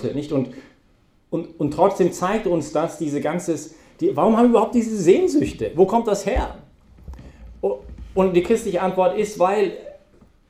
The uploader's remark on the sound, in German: Das war die Herausforderung, mit der wir uns heute bei der Predigt während der BeFree Messe auseinandergesetzt haben.